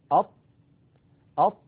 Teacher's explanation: تجدون الصوت منحصر بين اللسان وبين الحنك الأعلى. · Term: الإطباق